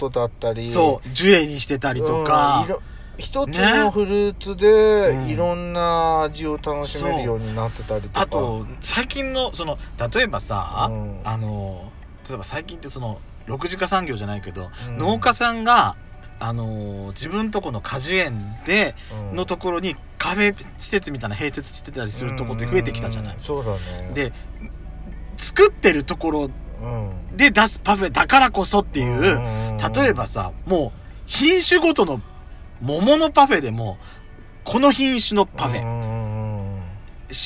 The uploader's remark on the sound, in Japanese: パーキング収録